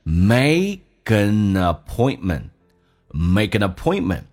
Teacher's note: 同时 an 跟 appointment 的 a 形成个连音叫 n，就变成 make anappointment